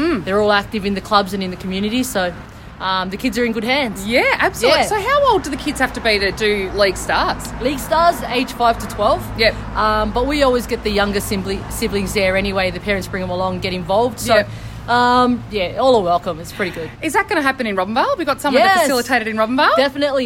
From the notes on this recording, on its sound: outside her office in Mildura